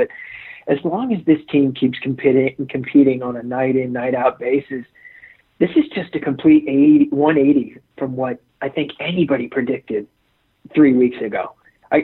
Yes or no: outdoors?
no